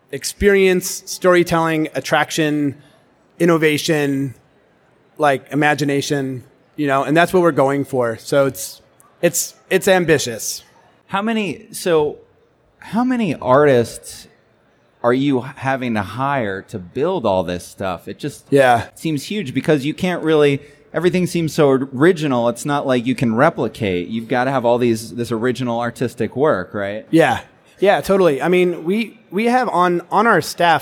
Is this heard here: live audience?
yes